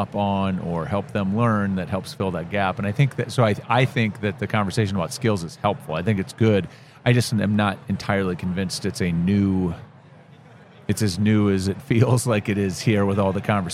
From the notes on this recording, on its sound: Live at the HR tech 2022 conference